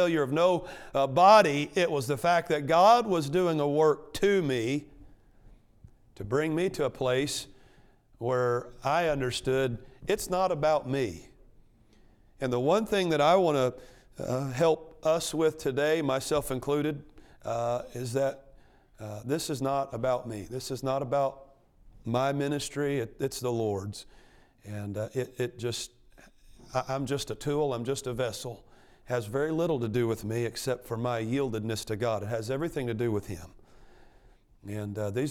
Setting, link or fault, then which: setting, large echoing room